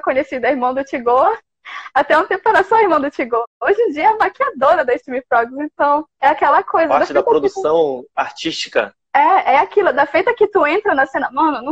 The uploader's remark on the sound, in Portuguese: Podcast/Live que rolou no Instagram da banda